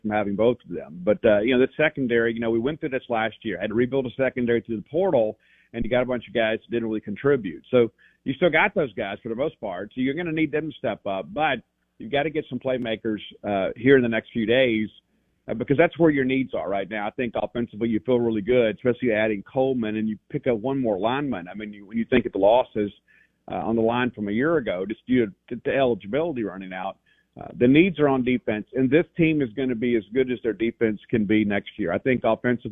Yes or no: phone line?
yes